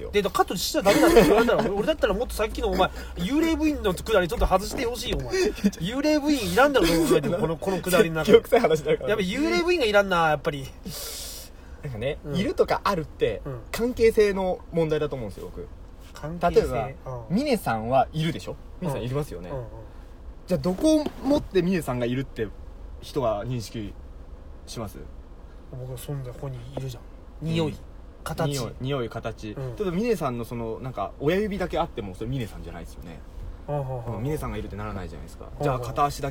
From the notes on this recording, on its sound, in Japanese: いつもの営業車の中で無駄話